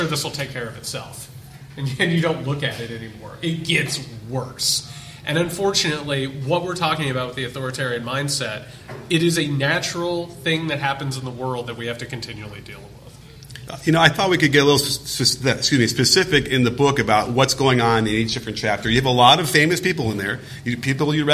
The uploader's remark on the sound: A Live Discussion. Appeared at a book signing at Changing Hands Book Store in Phoenix, Arizona. Answer questions from the audience.